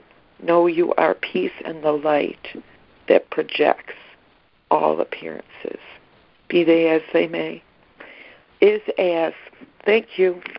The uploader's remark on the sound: ACIM Daily Conference Call